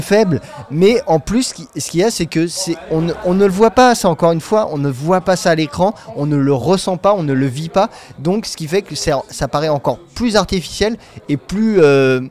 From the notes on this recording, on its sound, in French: Enregistré au Hurling pub (8 Rue Descartes, 75005 Paris), le vendredi 12 avril 2019.